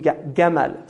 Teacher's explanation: Because the Egyptians say gamal. They pronounce the jim gamal.